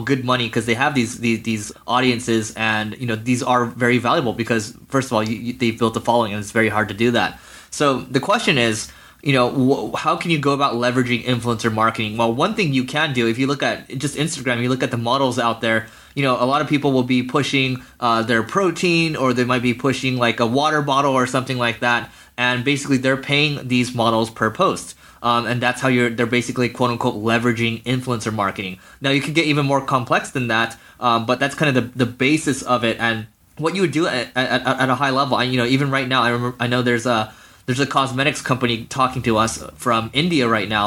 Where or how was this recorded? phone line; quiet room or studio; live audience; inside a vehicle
quiet room or studio